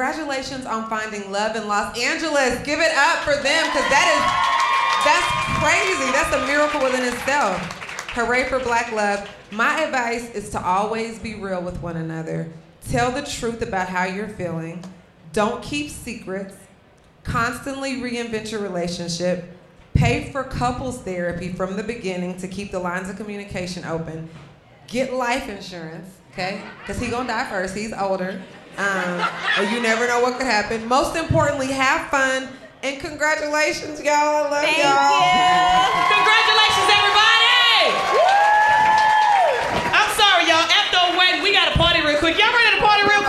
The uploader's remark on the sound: We're live from Hartbeat Weekend at Resorts World in Vegas